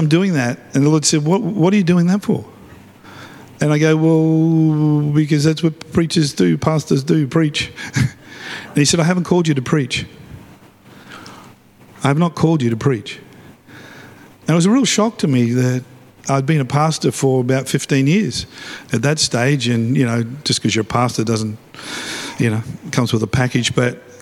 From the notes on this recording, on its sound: live at Freshwater Church on Sunday the 25th February, 2024